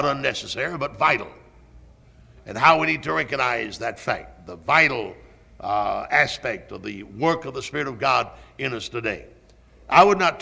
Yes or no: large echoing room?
yes